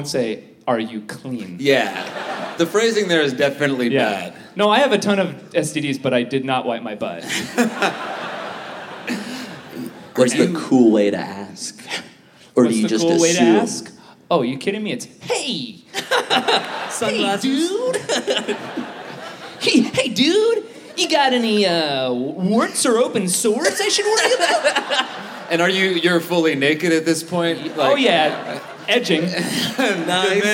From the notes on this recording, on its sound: Recorded Live at the Vogue Theater as part of Just For Laughs: Vancouver!